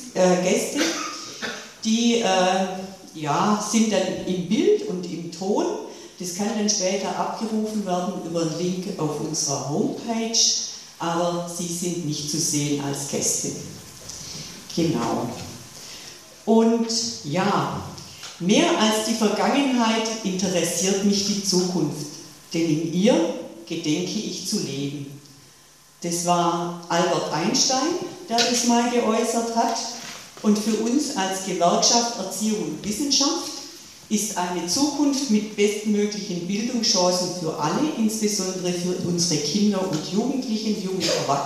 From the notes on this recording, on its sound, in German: Eine Podiumsdiskussion